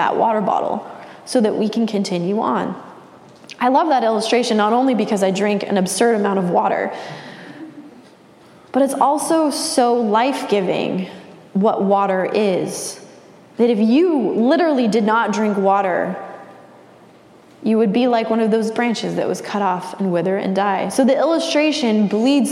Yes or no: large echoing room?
yes